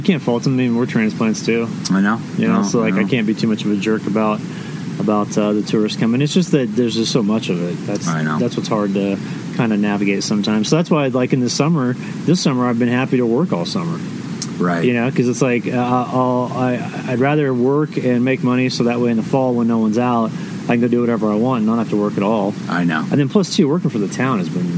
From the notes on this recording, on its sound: had a chance to record a podcast from camp just north of Crested Butte